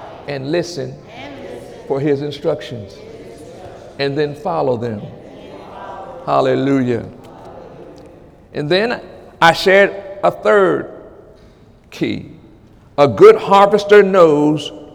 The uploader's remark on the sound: During Sunday morning service on October 1, 2017